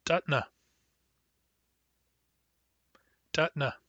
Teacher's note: These words will also take special care to pronounce, because in the word datna, child, the singular child, datna, we have a hard N, which is pronounced phonetically with a catch in the throat, which is identical to a glottal stop just before the N.